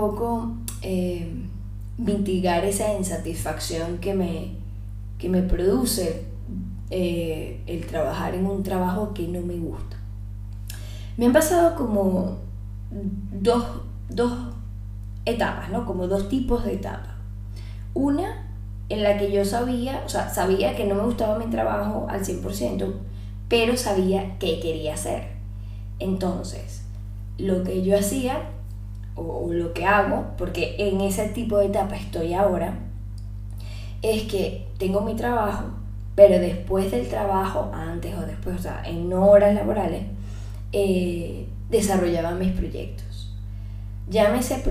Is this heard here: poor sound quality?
yes